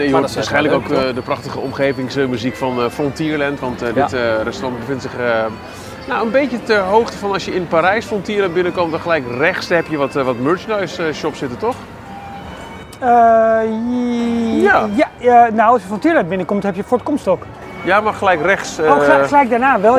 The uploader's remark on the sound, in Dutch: Samen met 60 enthousiaste luisteraars en Disney liefhebbers. Live vanuit Disneyland, Anaheim.